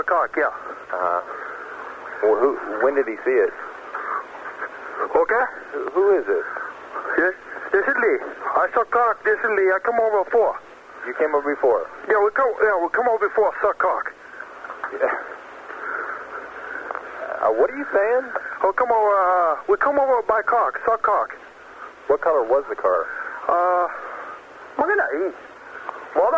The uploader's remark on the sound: Prank Phone Calls